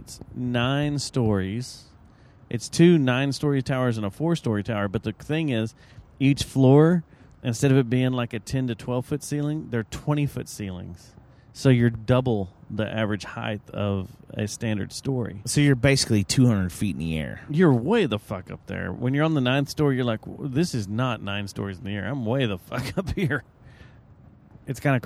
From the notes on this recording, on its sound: It’s one of those rare Tuesdays where a big show comes into town and we do the podcast while driving down the freeway.